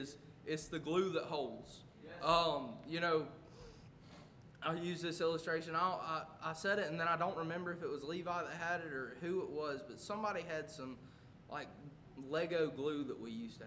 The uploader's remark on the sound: A message preached at Crossroads Baptist Church.